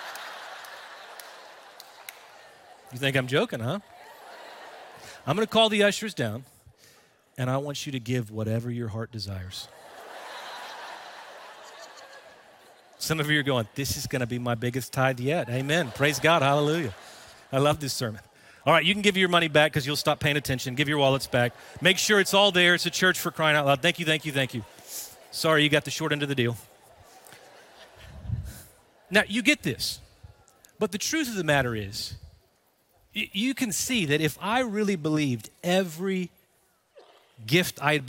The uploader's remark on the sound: Recorded Live at Brookwood Church.